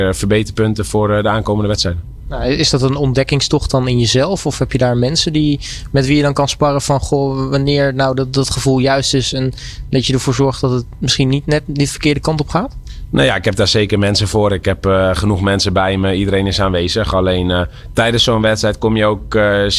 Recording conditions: busy venue